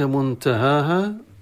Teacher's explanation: منتهاها مخفاة النون عند التاء مع مدين ها ها، منتهاها مع الترقيق.